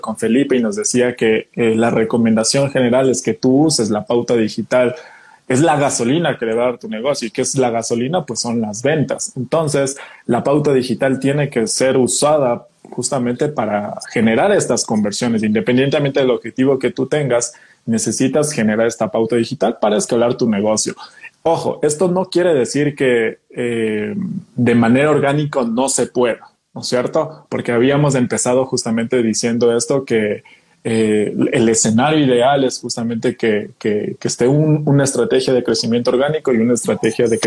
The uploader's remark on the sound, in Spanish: Grabación de un Instagram Live